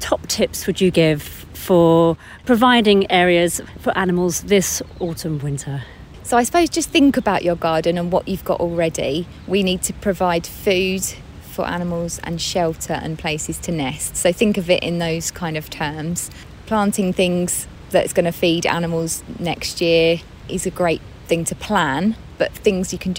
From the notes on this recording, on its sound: It's a bit squelchy outside. Back at the Adhurst Estate Allotment. The gardening magazine podcast from Shine Radio.